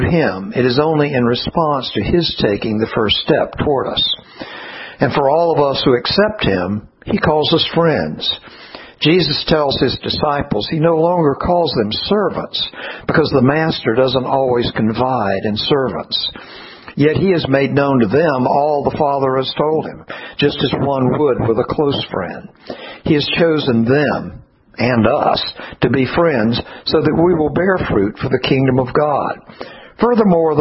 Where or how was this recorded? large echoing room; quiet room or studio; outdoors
large echoing room